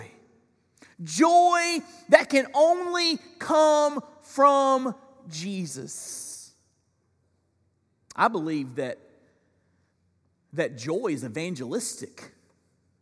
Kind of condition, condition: setting, large echoing room